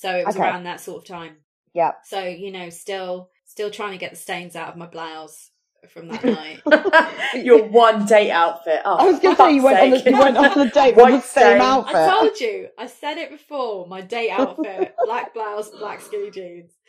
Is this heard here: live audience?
no